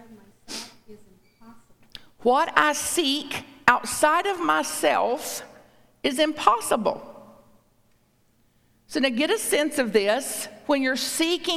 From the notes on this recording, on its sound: A talk at Unity Church. At Unity on the North Shore in Evanston, IL.